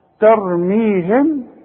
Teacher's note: بنخفيها عن طريق الشفايف واخد بالك اذا هنا مش هضم شفايفي اذا ضمتها هتبقى ميم اظهار وانا عايز اخفيها هيحصل انفراج في الشفايف · Term: إخفاء شفوي